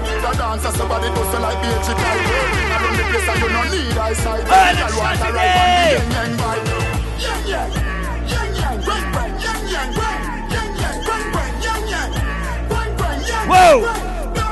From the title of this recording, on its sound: LIVE AT ISLAND SATURDAYS ON OCTOBER 19TH